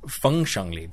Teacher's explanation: Feng Shengli, that's a high tone and a leveling tone.